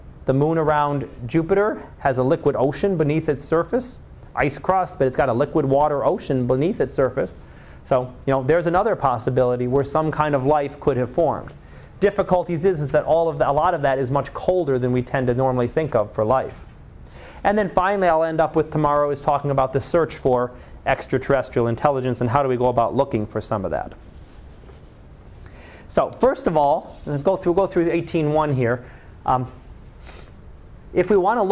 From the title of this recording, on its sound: Live Class Lecture